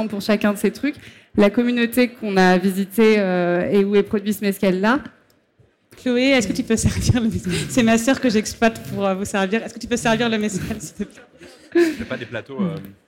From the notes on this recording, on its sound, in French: sur la Scène Liquide, Omnivore Food Festival 2021